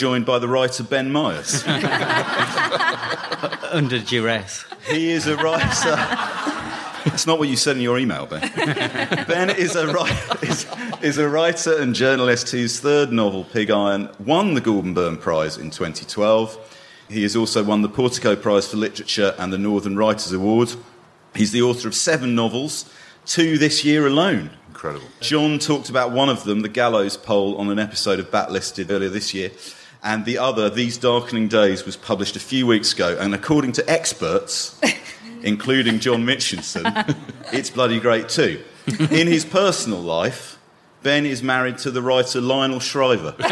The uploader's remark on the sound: recorded earlier this year live at the Durham Book Festival